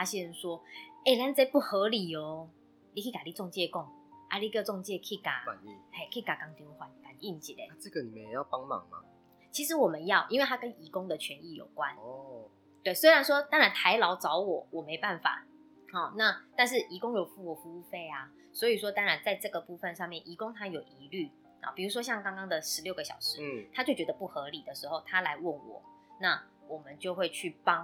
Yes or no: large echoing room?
no